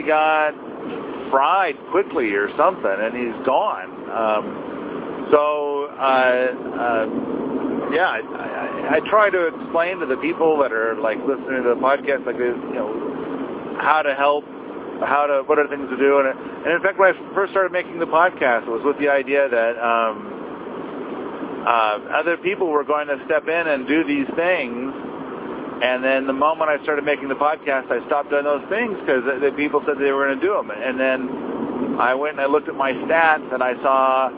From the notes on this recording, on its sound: in the car by himself